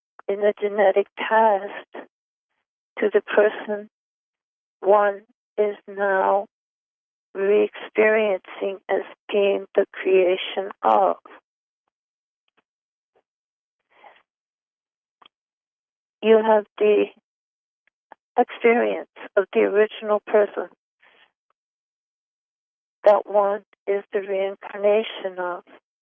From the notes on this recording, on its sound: Conference Call LIVE